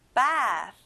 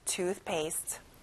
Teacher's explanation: 목욕, bath. 친구들, 끝에 s 발음이 아니라 th, f 발음이에요. 입에서 바람이 느껴져야 돼요.